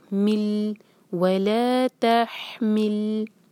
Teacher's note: تحمل حلق سے ہاں نکالیں گے اور لام پر قلقلہ نہ ہو